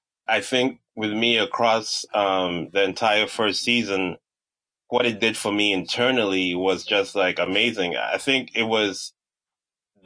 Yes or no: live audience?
no